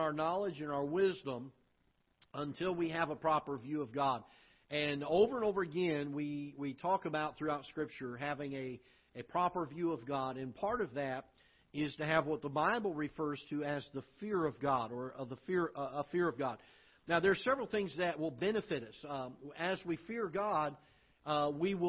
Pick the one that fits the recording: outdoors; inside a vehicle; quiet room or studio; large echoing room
large echoing room